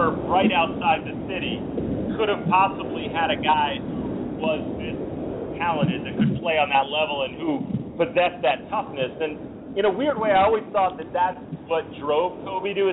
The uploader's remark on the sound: In spite of some audio issues